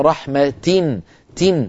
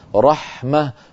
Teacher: هذه الهاء تلحقها العرب آخر الكلام للدلال على تأنيث الكلمة. أغلب القبائل العربية إذا وصلت هذه الكلمات تصلها تاء، وإن وقفوا عليها وقفوا عليها هاء · Term: هاء التأنيث